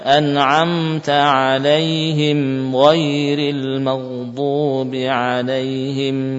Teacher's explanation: Adapun mim yang bertasydid, mim yang sukun saja, ya, ini namanya mim mudharah, ya. Mim yang sukun dan dibaca idhar. Ini juga kita katakan ada gunnahnya. Namun tentu lebih pendek.